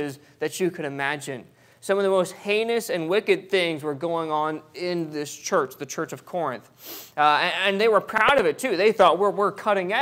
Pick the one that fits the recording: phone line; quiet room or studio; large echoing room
large echoing room